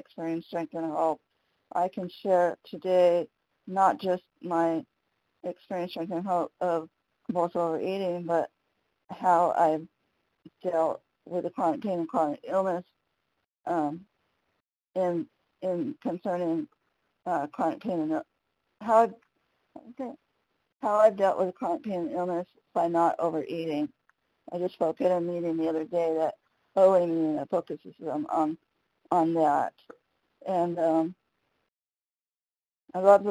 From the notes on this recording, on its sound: 100 Pounders Phone Meeting